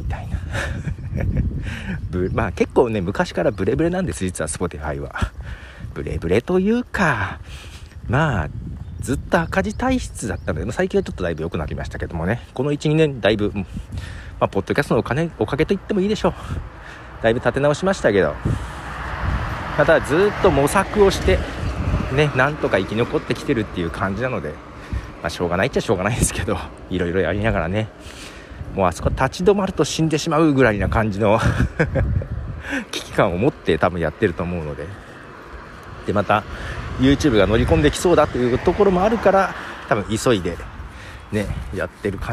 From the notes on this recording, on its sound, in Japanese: 歩きながらの収録。ひさびさに歩きながら、まったりと収録。